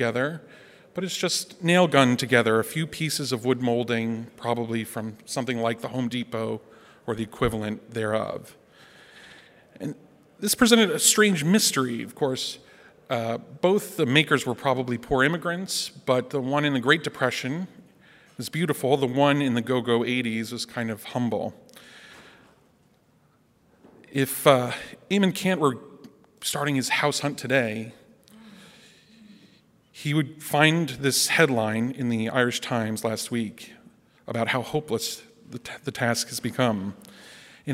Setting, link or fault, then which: setting, live audience